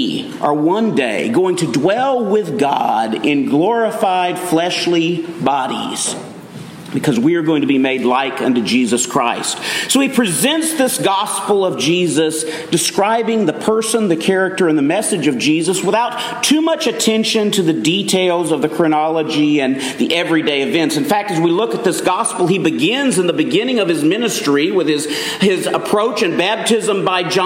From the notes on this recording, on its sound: Message delivered Sunday, October 1, 2023 at Mt Carmel Primitive Baptist Church, Bel Air, Maryland.